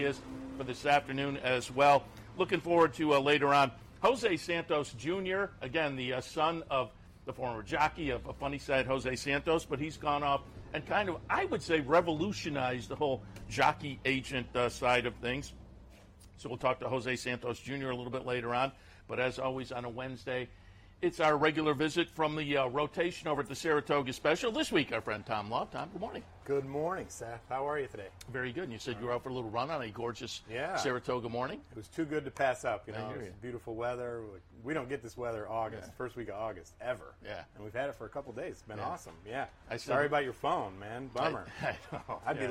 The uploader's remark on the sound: live from Saratoga Race Course